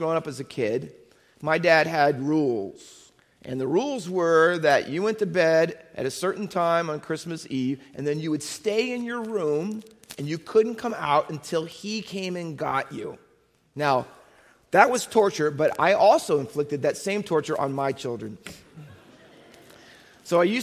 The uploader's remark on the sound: Faith Baptist Church in Hamilton, NJ.